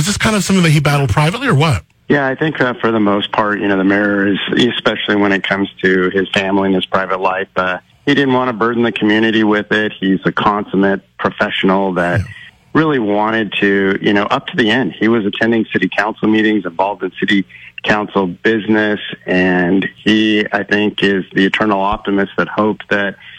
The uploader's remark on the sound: calls